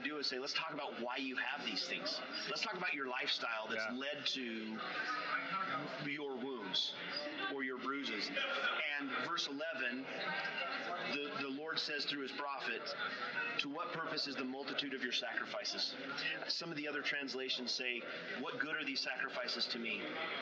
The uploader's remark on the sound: I am sorry for the background noise. Somehow, the microphone settings got skewed and captured way too much background sound in the student lounge at the Pocatello Institute.